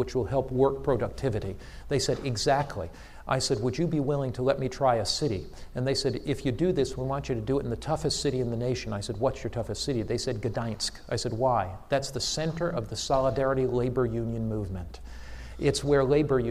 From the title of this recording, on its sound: Challenge to the students at AMEN conference 2010